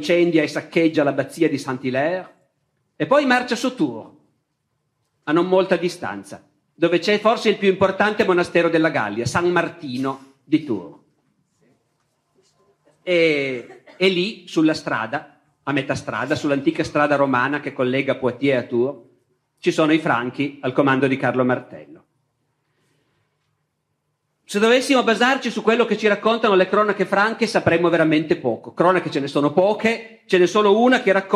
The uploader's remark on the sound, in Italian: Tratto dalle Lezioni di Storia dell’Editore Laterza. Registrato nel 2017 presso il Teatro Stabile di Genova.